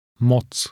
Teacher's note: The last letter has a TS sound in Czech, as in the end of the word cats.